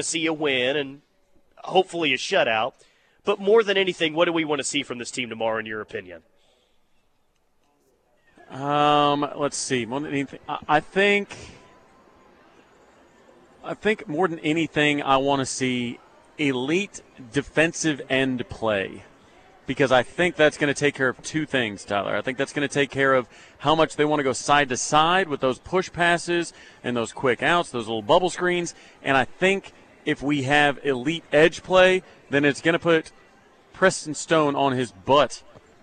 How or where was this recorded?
outdoors